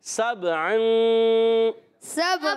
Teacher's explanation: سب عن، سین C T والے حروف میں سین سی ٹی کے ساتھ ادا کرنا ہے، اور سب با حرف قلقلہ میں با ساکن ہے، قلقلہ ہوگا، آواز لوڑ کر آئے گی.